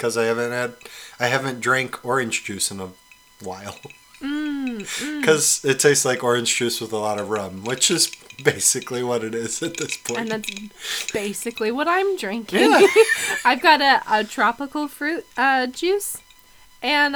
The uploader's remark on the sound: We apologize for the high pitched buzz (insert drinking joke here) during this week's episode, we couldn't resolve it during editing.